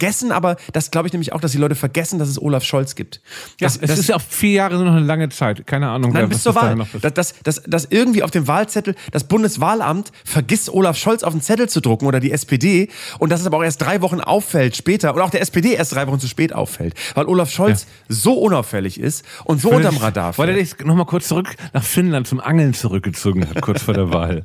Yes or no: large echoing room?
no